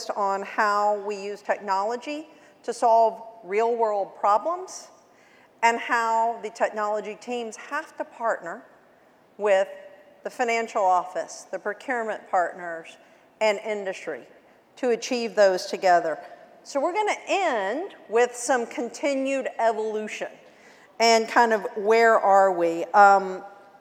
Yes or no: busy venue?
yes